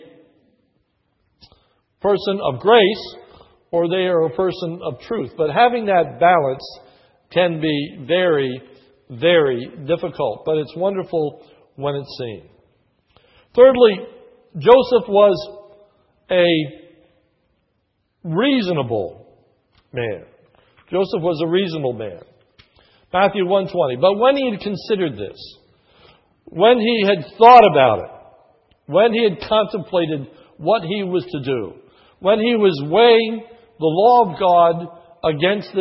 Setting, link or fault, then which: setting, large echoing room